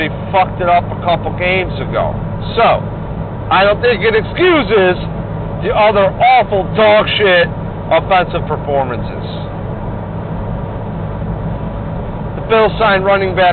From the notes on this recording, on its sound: Babbles while driving from Tampa to Ft Lauderdale to the Bills Backers bar- the Booze Garden.